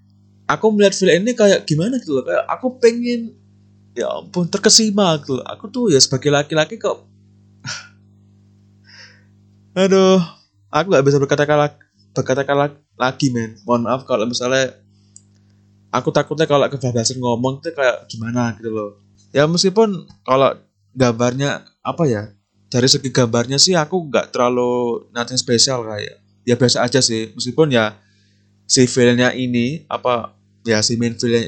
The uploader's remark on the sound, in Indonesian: Mohon maaf kalau suaranya di episode kali ini jelek.